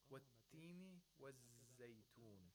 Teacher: The ta should be without aspiration. And also it's, we have the shortest timing. · Term: oral stop